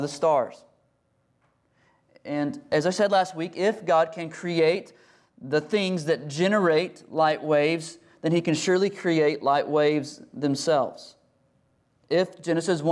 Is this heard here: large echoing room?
yes